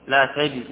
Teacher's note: قرأ صلى الله عليه وسلم لا تدري بفتح التاء